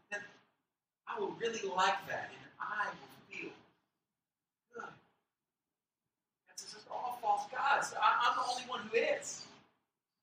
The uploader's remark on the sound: We apoligize for the quality of the audio on this particular message. The message was recorded off of a secondary mic.